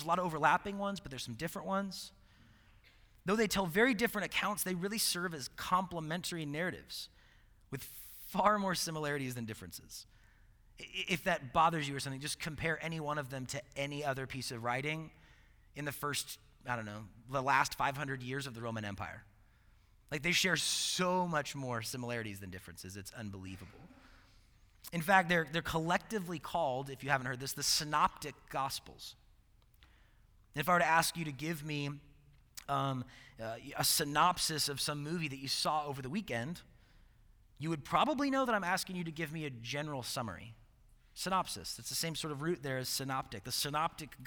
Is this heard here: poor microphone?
no